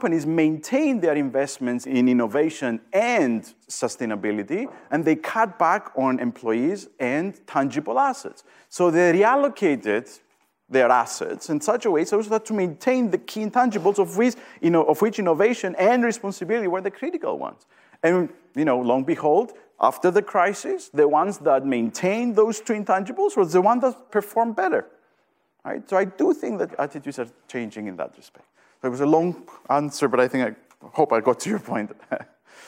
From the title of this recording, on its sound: Event audio